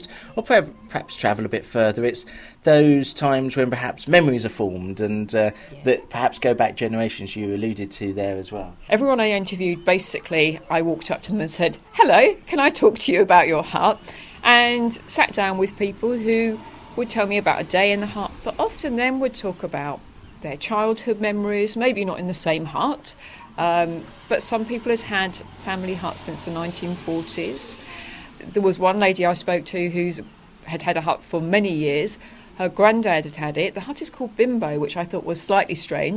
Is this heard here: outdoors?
yes